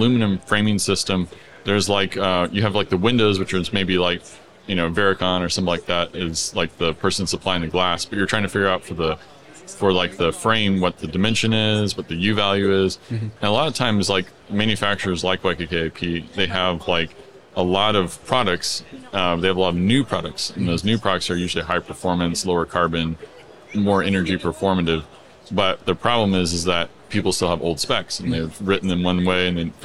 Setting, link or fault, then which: setting, busy venue